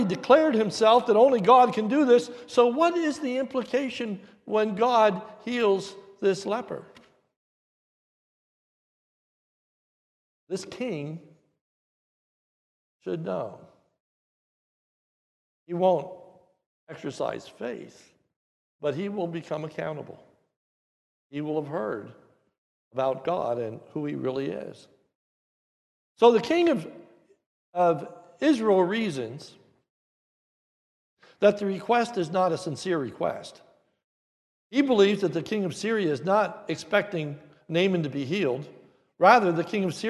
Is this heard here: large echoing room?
yes